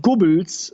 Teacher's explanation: das O und das E wird, glaube ich, in diesem Raum eher wie ein U ausgesprochen